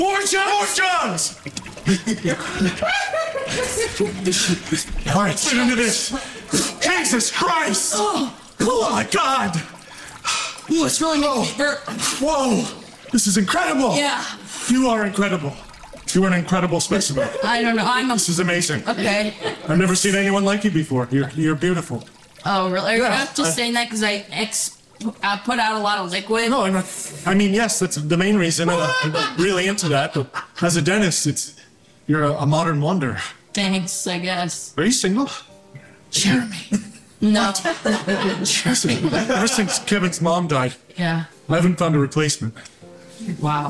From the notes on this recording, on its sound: LIVE FROM THE WESTSIDE COMEDY THEATER. I am plugging away on making these live shows the best quality possible.